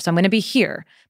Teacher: By the end of my sentence, I'm definitely ending up in Fry, because the natural tendency is to drop pitch as we end a sentence. Right. So you hear the Fry creeping in.